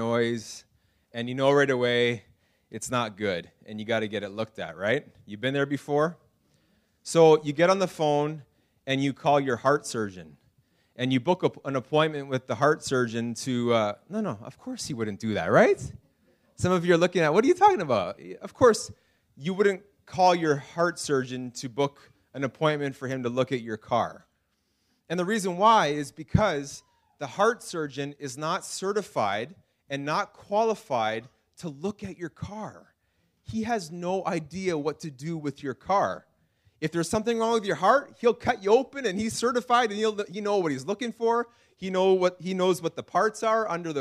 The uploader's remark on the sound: This message was preached in March 2019 at Freedom Life Church in Kitchener Ontario.